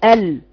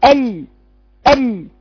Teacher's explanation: بعض الناس بتجيب طرف لسانها بس بتجيب اللام من فقط الثانيتين، تقول ال ال، بتضيق مخرج اللام فبتطلع صوت اللام عندها غير صحيح · Shown in: second take